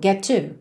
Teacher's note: get to, é claro que você liga num som só